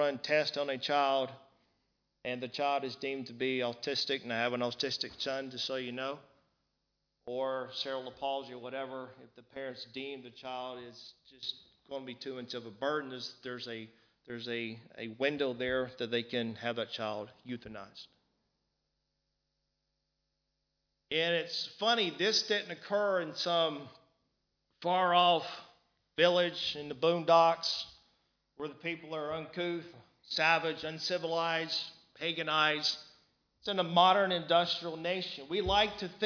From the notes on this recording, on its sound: Recorded live in Liberty Church on 30th June 2019.